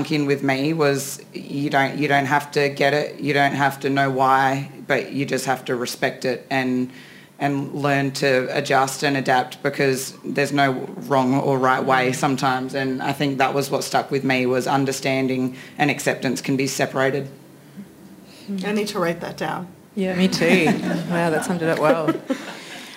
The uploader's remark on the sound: This event was recorded on Saturday 29 July 2023 at the Wheeler Centre.